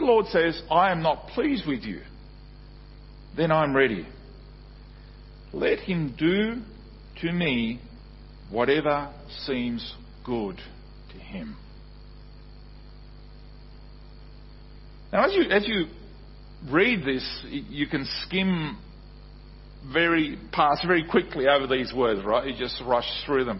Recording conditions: large echoing room